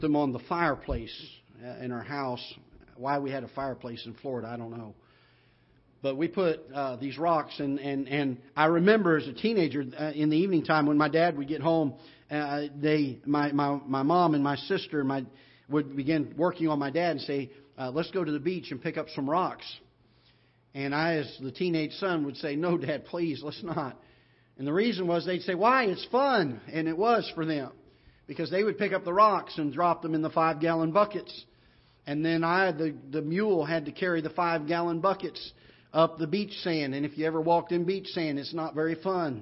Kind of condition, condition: setting, large echoing room